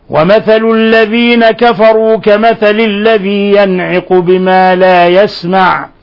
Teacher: فالعين من حروف الحلق حروف الإظهار، ولهذا نظهر النون عند هذا الحرف أو عند أحرف الحلق · Term: إظهار حلقي